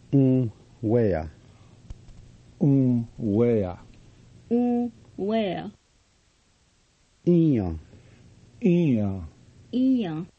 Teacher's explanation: When a Lakota nasal vowel begins a word, the nasal sound is articulated clearly.